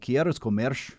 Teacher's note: they put an SH sound at the end of an infinitive. So it's like, "Quieres comer?" And it's like, it's just this like really like cute, like campesino, like specific to Cartago dialect.